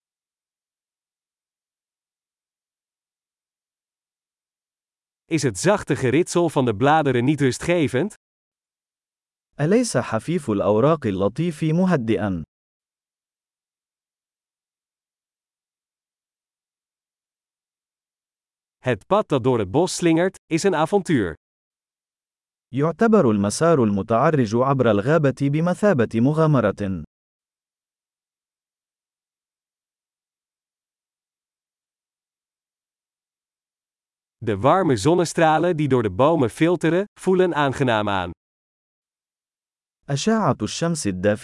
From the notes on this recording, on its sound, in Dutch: Leer Arabisch: een wandeling in het bos. Is het niet heerlijk om deze eekhoorns te zien rondrennen? Het geluid van de kabbelende beek werkt therapeutisch. Het panorama vanaf deze heuveltop is adembenemend.